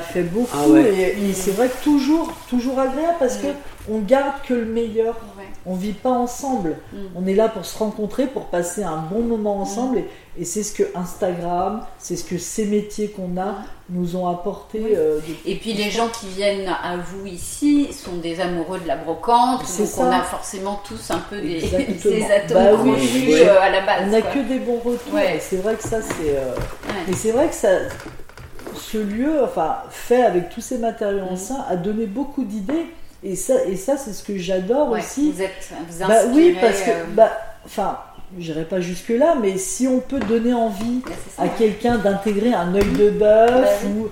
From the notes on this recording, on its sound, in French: Nous avons enregistré l’épisode dans leur salon de thé, vous entendrez des bruits de fond. Au village des brocanteurs à Tigneux près de Lyon.